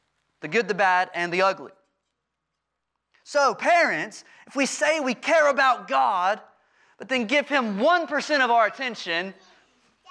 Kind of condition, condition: setting, large echoing room